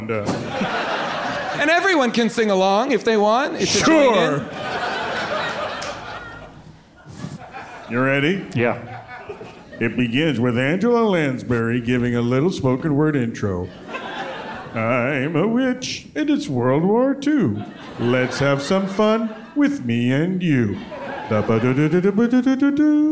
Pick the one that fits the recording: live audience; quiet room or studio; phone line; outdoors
live audience